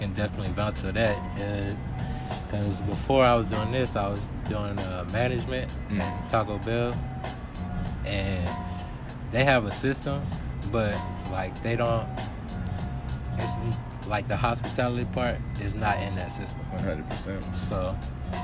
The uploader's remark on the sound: Oh yeah we outside and it's morning time so enjoy the sounds of nature, along with the vibes, and the gems..